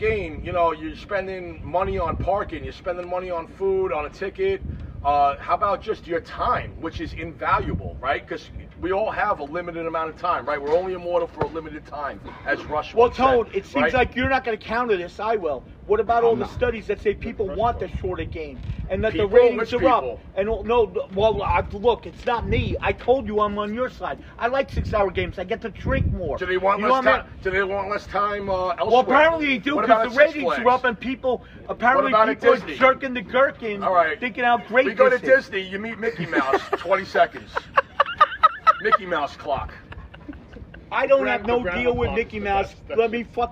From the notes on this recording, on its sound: Was going bezerk on the pool so we moved back to the patio and ran mics.